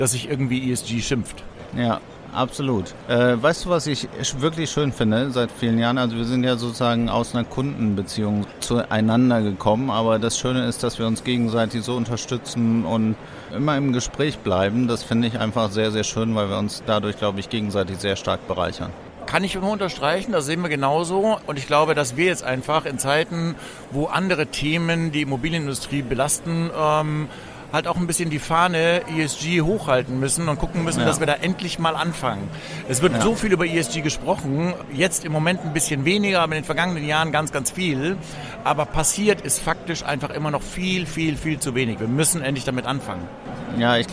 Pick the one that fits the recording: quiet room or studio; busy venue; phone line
busy venue